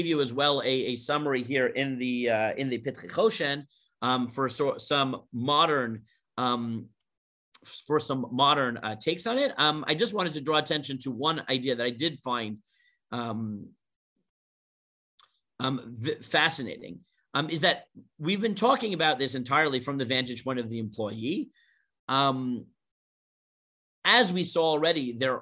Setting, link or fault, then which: link, video call